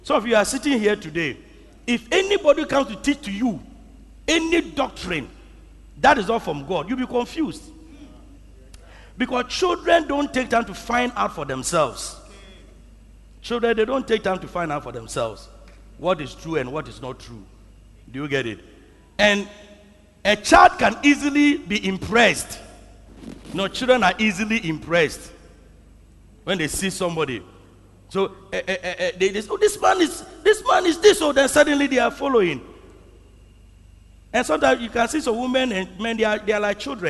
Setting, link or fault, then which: setting, large echoing room